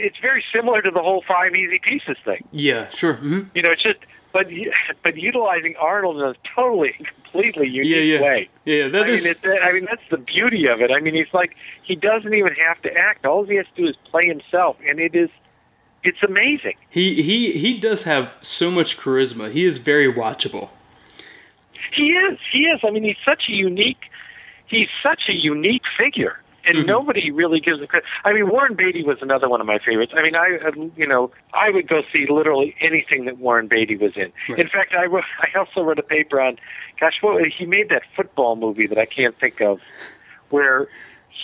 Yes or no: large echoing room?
no